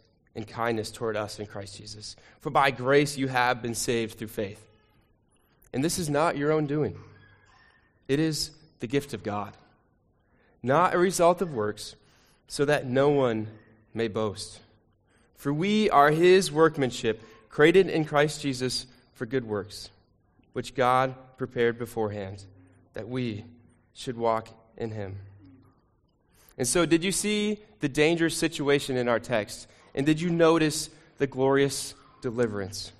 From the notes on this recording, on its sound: Sermon recording from Sunday 2 Jul 2023